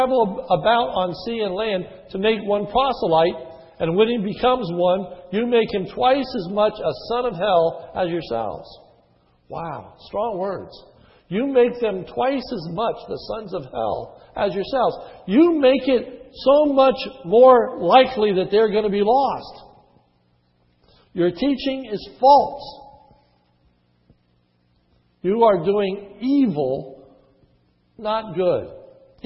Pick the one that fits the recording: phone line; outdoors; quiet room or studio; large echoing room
large echoing room